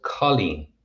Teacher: it's pronounced with that kind of flatter O sound in the name anyway